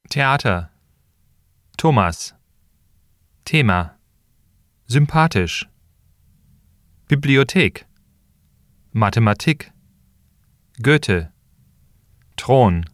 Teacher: The consonant combination TH is pronounced like a T.